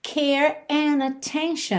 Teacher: Atenção que ele juntou and com attention pela letra N, ok?